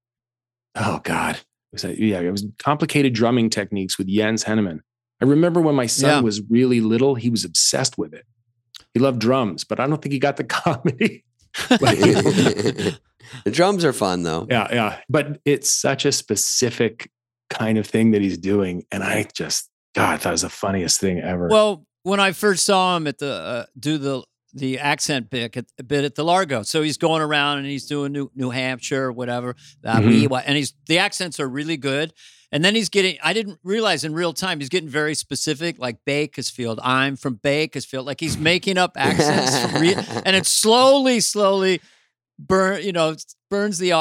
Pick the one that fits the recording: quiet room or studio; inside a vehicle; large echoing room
quiet room or studio